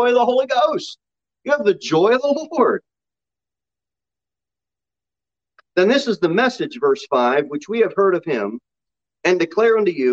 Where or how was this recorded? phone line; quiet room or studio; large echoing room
large echoing room